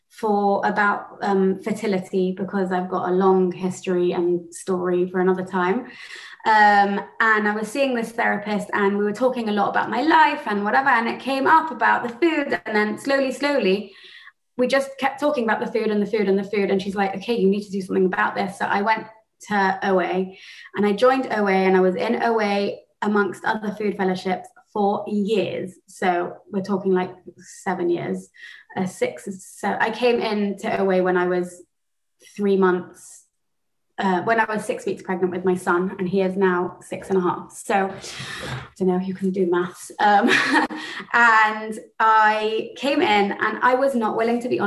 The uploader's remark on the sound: She spoke Spoke at the Without Exception European Zoom Meeting.